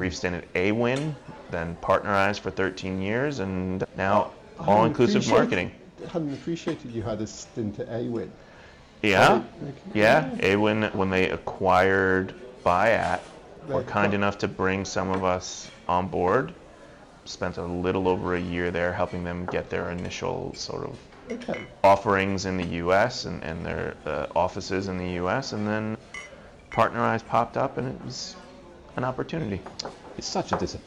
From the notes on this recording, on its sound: We join them in a breakout at PI Live.